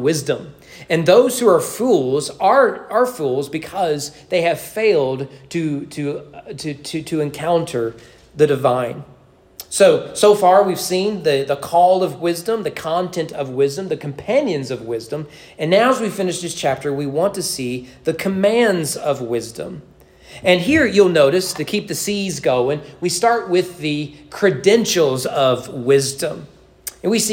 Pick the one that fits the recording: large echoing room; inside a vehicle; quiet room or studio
large echoing room